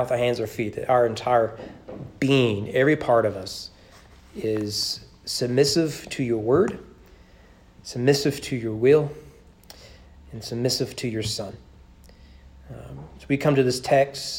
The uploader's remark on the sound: Sermon preached at East Frankfort Baptist Church on January 9, 2022 during evening worship.